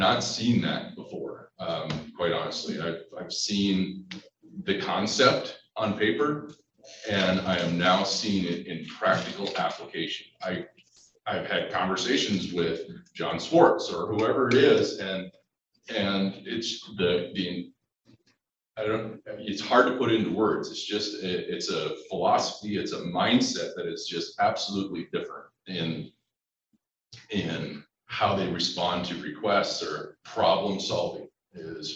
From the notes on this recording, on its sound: The July 2022 Roadmap to Leadership featured the Deputy Director, Chief Operating Officer, and several administrators of MDT. We present the audio from that webinar.